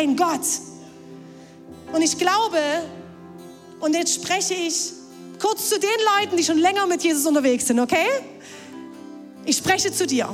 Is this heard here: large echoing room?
yes